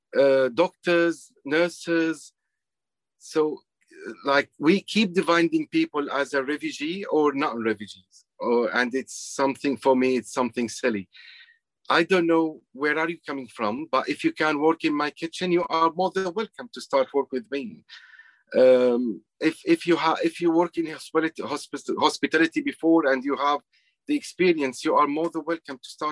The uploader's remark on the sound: Sona Circle Virtual Event 2021